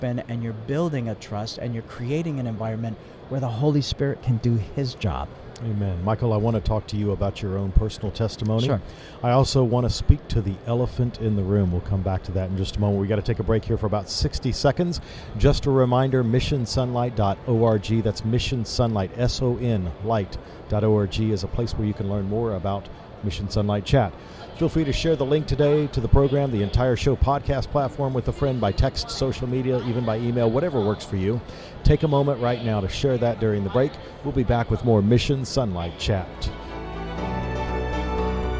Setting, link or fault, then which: setting, busy venue